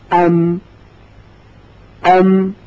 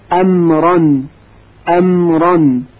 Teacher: یعنی از برخورد دو لب به طور ملایم حرف میم تولید میشد. پس مخرج میم بین دو لب هست، یا به عبارت دیگه محل تولید و خروج حرف میم لبها هستند.